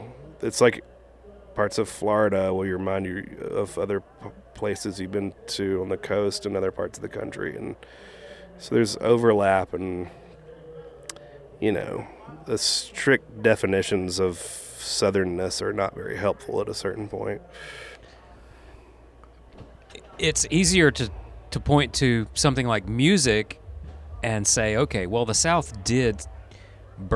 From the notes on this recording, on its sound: Took place in mid May 2023 at the Albino Skunk Music Festival in Greer, SC. Played a solo set on guitar. Features excerpts of music from his live set.